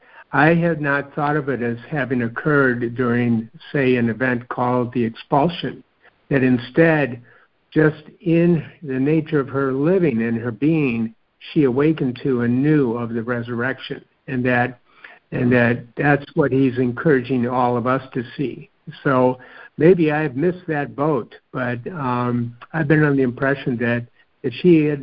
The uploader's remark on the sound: are joining together on a Free Conference Call